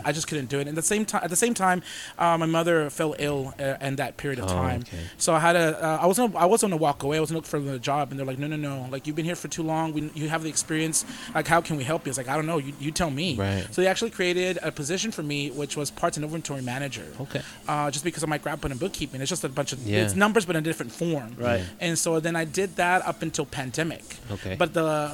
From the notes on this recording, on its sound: On location from Whiskey River Saloon.